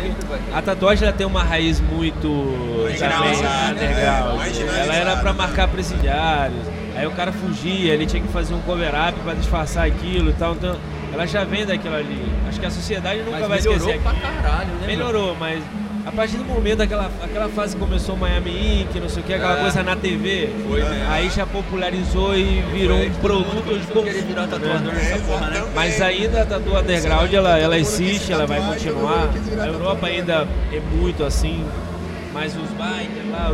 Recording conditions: busy venue